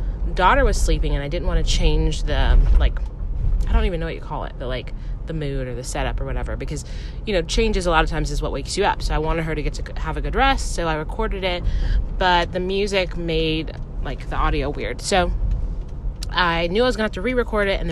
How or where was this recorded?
inside a vehicle